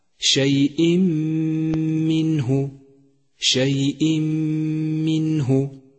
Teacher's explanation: منه جاء التنوين الذي يقوم مقام النون الساكنة وبعده حرف الميم، فالواجب هنا أن تدخل التنوين في الميم فيذهب أثر التنوين من اللفظ تماما